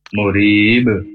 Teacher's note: Huruf ba itu kan huruf qalqalah. Itu yang mantul.